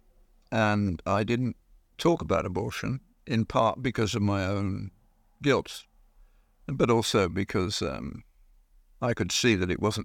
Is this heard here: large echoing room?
no